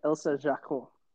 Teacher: In French, you don't pronounce the T.